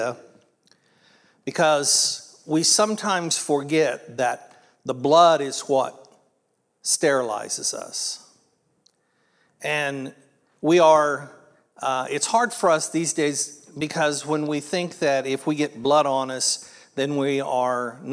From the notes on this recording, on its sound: This was originally recorded at Palestine Church of Christ on Aug 20th, 2023.